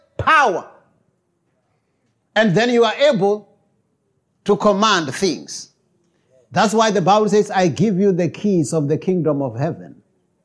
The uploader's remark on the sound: preached at Jesus the Saviour Church, 185 Bobs Way, Eersterivier, Cape Town on 09 July 2023.